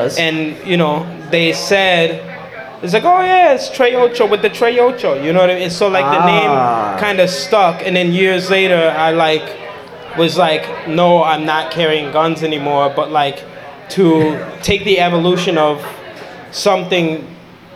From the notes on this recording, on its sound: LIVE from Milkie’s (from Saturday, October 9th, 2021) with a ton of special guests, games, and other nonsense.